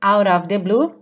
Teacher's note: E o out of, rarará no T, que é tipicamente americano